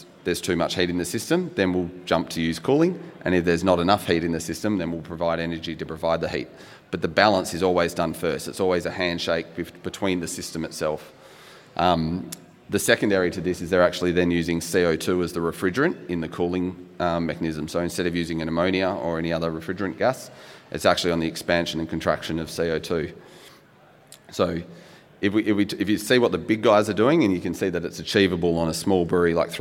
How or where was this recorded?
busy venue